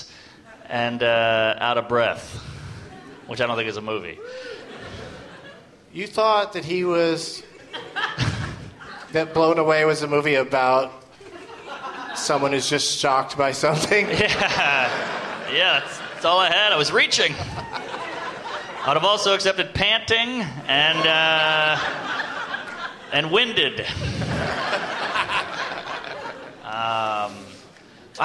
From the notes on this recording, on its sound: Live from the Gramercy Theatre in NYC